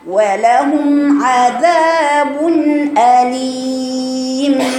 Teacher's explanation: مخرج العين يا بنات، حرف حلقي، والميم مخرج شفوي